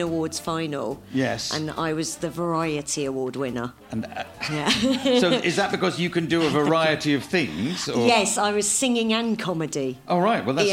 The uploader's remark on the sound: This episode was recorded live at the Leicester Square Theatre, London.